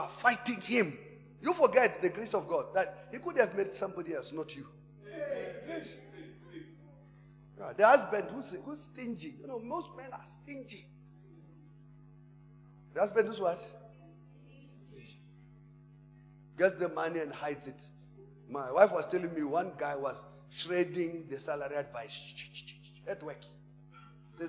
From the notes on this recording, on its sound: Preached at Emmanuel Christian Church, Arcadia Campus (Proton Church).